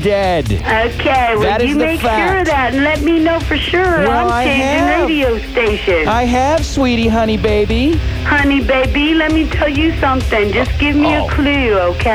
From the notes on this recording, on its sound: These are a series of phone calls I received while working at 99-7 The Blitz In Columbus, Ohio.